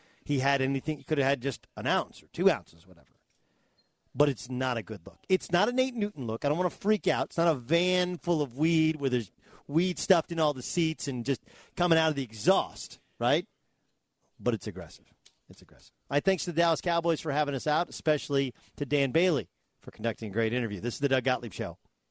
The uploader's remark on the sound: Live from Dallas Cowboys Training Camp in Oxnard, California.